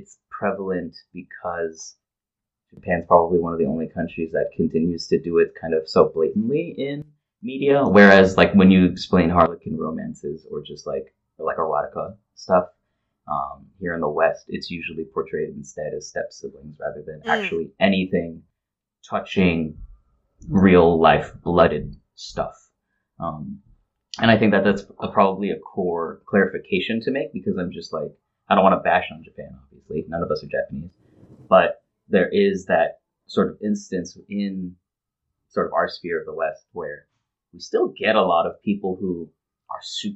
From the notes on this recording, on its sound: Apologies for the bad audio quality!